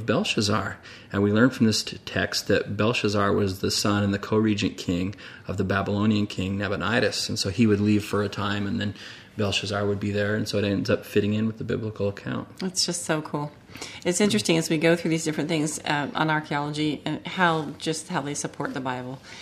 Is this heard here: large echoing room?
no